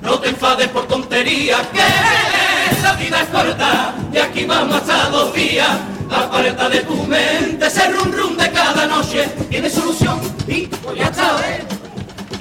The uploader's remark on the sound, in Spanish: En directo desde el Gran Teatro Falla de Cádiz. La retransmisión del Concurso Oficial de Agrupaciones Carnavalescas del Carnaval de Cádiz 2024 en Onda Cero Cádiz.